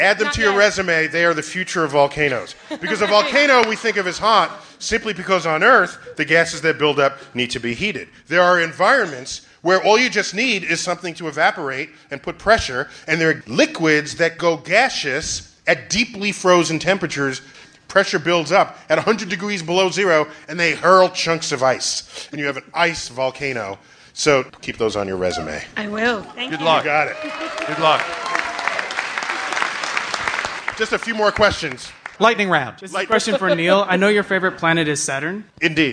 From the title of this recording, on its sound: Live at the Bell House